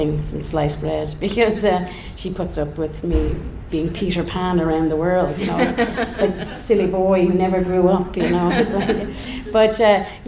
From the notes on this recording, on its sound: Podcasts in front of a live audience at the National Folk Festival Canberra.